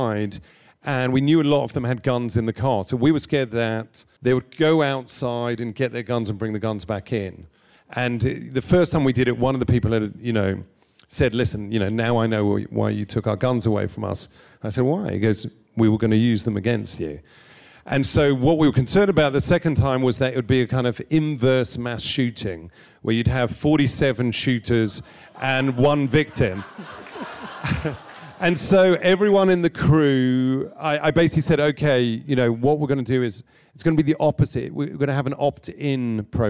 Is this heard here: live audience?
yes